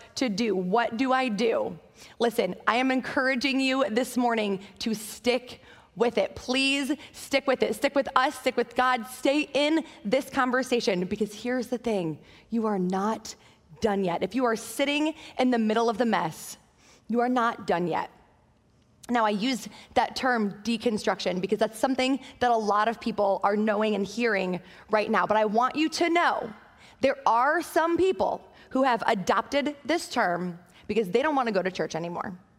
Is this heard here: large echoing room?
yes